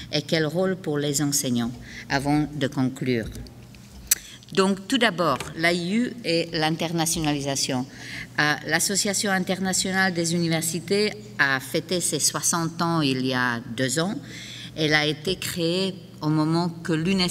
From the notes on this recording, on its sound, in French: Conférence 501 du colloque 2012 de l'AQPC, à Gatineau.